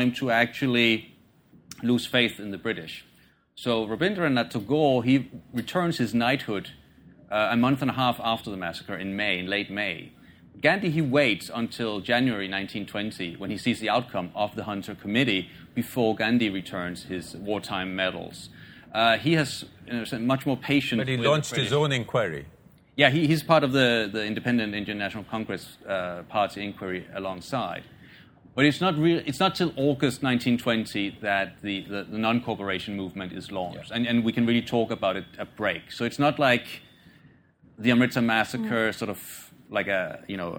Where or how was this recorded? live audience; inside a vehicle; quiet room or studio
live audience